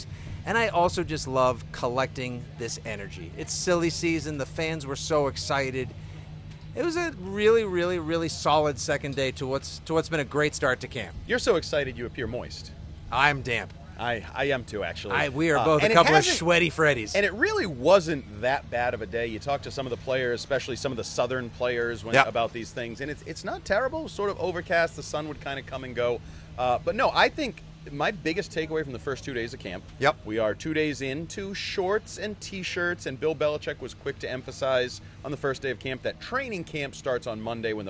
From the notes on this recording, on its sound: Live from Foxborough! LIVE from day two of Patriots training camp!